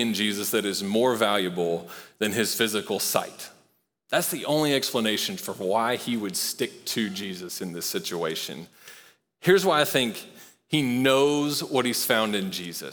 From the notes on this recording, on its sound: Recorded live at Long Hollow Church.